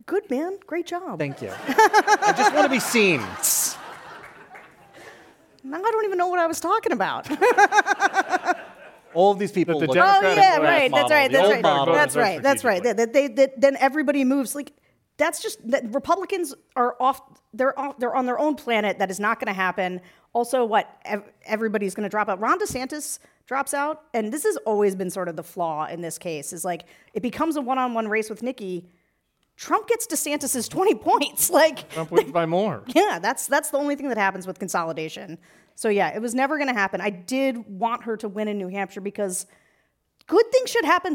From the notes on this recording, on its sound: Live from San Francisco! Took San Francisco by storm on Thursday night for a live event!